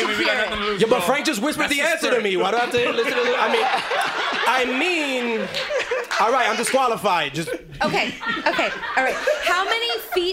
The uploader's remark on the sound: This show was recorded at the Greene Space/WNYC Studios in front of a live sold out studio audience.